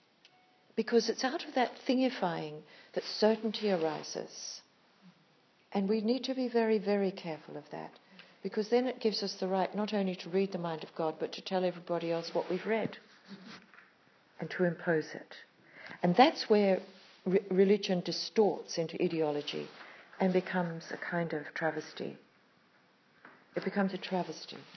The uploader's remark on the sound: A Mana Retreat Centre talk. This is just one of a series of talks that day, given with spontaneity and heart, and recorded informally on an iPhone.